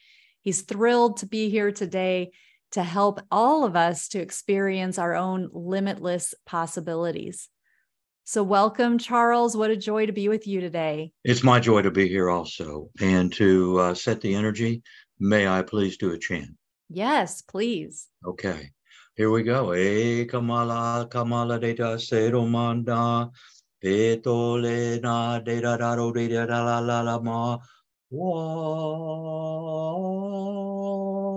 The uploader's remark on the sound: In this recording of a special livestream for the Conscious Awakening Network. In this recording of a special livestream for the Conscious Awakening Network.